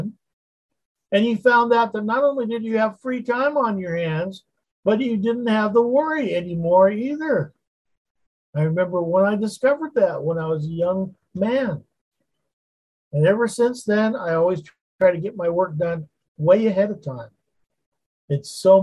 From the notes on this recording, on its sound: Wednesday Zoom study.